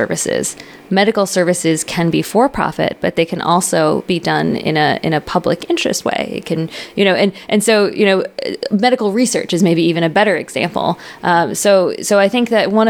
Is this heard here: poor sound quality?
no